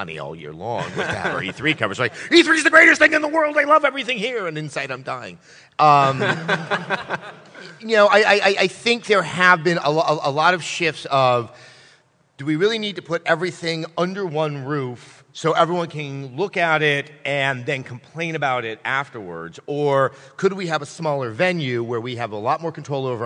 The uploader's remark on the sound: LIVE on-stage at PAX South. This is an awesome show recorded in front of a live audience.